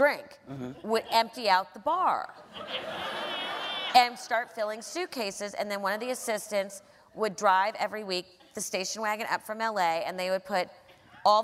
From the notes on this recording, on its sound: The conversation was recorded on Oct 25, 2017 in front of a live audience at New York's 92nd Street Y.